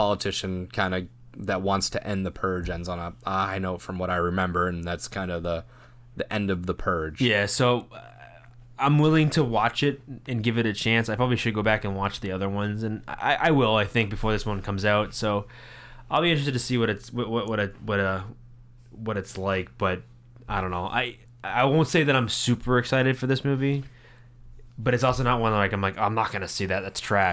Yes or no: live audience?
no